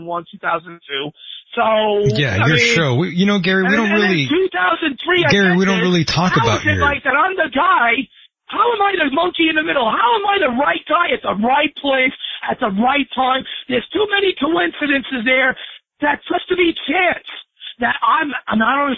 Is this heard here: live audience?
no